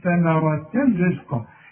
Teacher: التنوين اللي بعده راء يبقى ايه؟ ادغام كامل بدون غنة. تنوين وبعد راء.